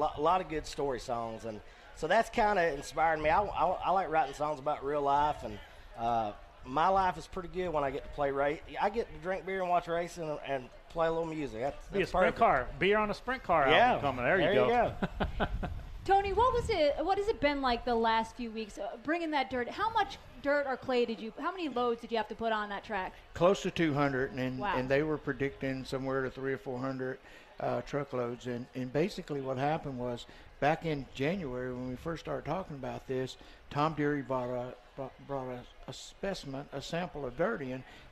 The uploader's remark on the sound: From Nashville Fairgrounds. LIVE at Nashville Fairground before the Music City Outlaw Nationals.